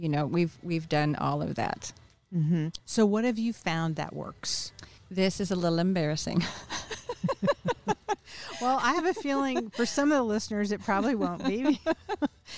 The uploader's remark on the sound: Recorded at Wheelers Western Outfitters